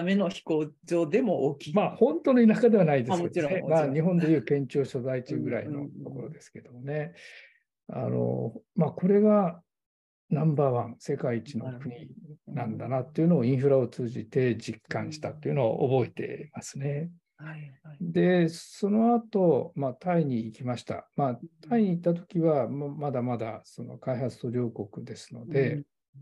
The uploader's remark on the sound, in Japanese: 収録場所： オンライン (Zoom)